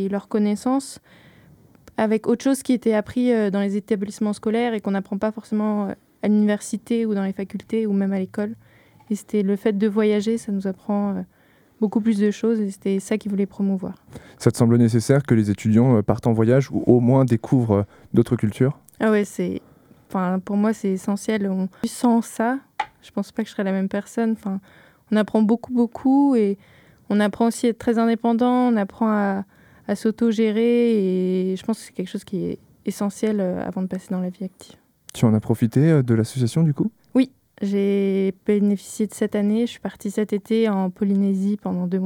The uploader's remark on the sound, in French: discuter avec eux par téléphone pendant qu’ils étaient sur une plage